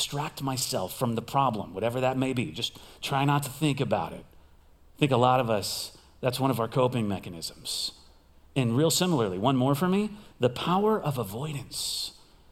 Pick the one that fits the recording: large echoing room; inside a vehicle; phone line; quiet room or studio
large echoing room